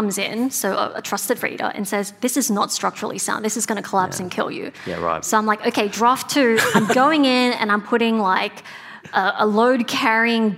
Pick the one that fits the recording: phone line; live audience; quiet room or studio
live audience